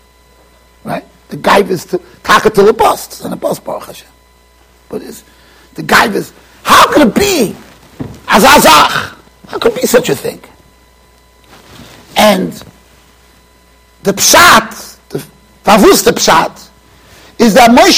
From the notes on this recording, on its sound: Shiur recorded in Yeshivas Ohr Reuven, Monsey NY.